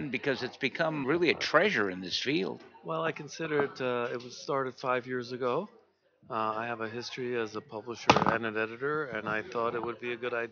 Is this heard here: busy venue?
yes